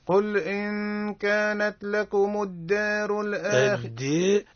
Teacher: النون عند الكاف حكمها الإخفاء بغنة